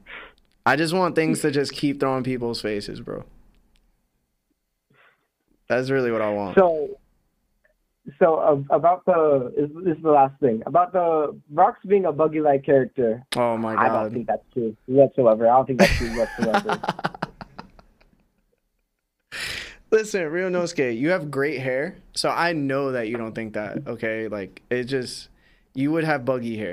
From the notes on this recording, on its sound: we will be discussing various topics and taking phone calls